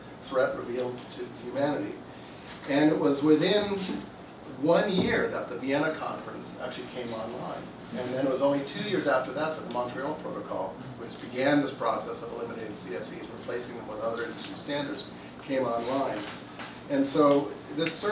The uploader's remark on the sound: A podcast featuring audio from events at Columbia University, and interviews with the speakers and authors.